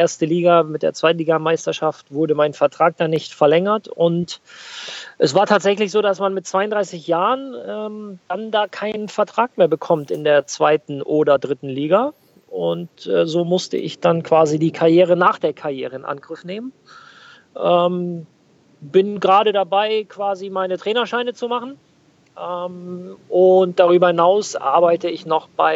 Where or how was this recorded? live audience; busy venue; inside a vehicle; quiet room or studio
inside a vehicle